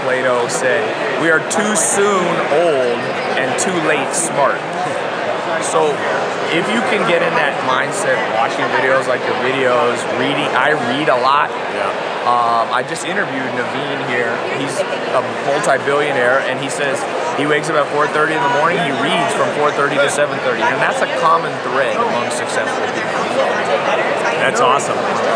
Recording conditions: busy venue